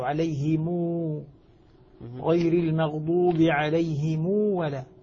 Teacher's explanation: فلذلك هنا وصلوا ضم الميم بواو. وصل ضم ميم الجمع هنا المقصود به أن نصلها بواو · Term: صلة ضم الميم